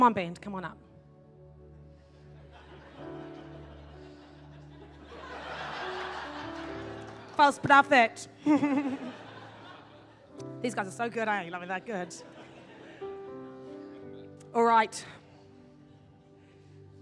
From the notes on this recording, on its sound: In this message from Activate Conference 2021.